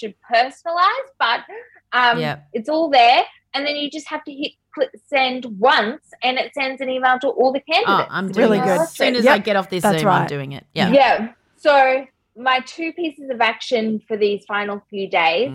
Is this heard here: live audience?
no